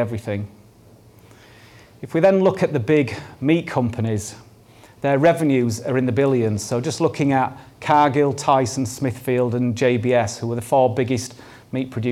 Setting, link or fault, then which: setting, large echoing room